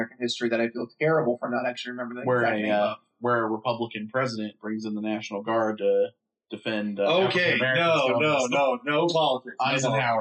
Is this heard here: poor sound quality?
yes